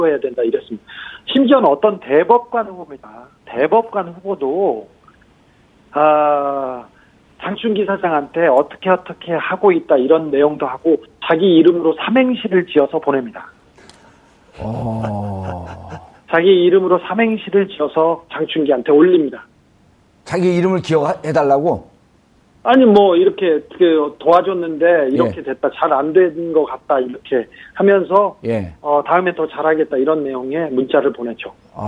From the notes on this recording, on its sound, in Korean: 전화연결